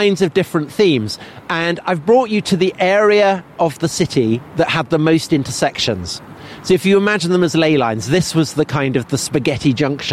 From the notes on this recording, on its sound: a special live, on location episode as they walk around central London